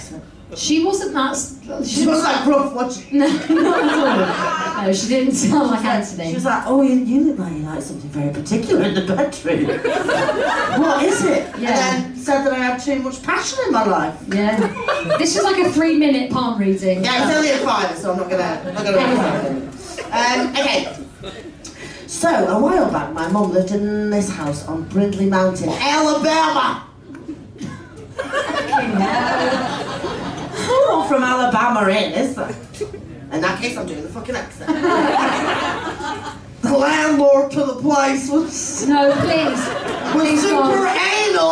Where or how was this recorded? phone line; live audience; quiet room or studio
live audience